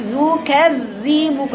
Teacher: اطيل الذال اطيل زمنها اطيلي زمن الذال لان فيها رخاوه وحبس نفس. رخاوه يعني جران صوت حبس اللي هو الجهر حبس نفس.